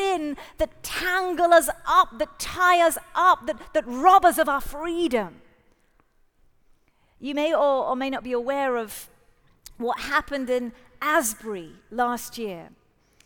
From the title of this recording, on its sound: Live at The Orchard Conference 2023